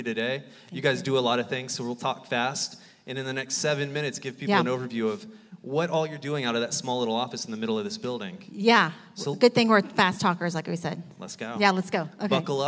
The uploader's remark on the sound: Live recording